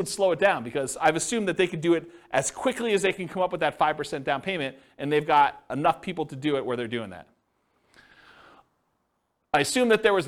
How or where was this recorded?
live audience